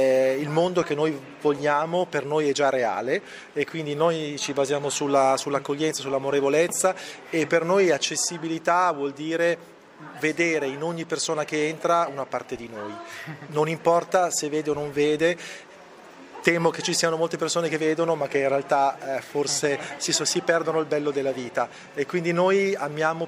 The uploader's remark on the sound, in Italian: Questa puntata è stata registrata direttamente all’interno del museo RAI e include oltre all’ambientazione sonora anche le interviste al personale